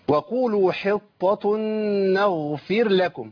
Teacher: التاء اللي عليها نقطتين دول مرققه اللي هي المربوطه تنطق تاء في الوصل